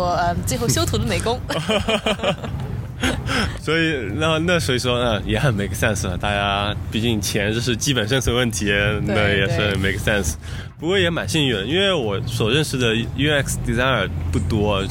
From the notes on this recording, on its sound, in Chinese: 户外录音，稍有杂音，多谢谅解！